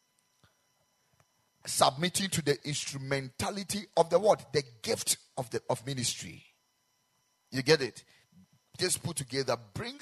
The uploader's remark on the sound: Preached at the Ekklesia Chapel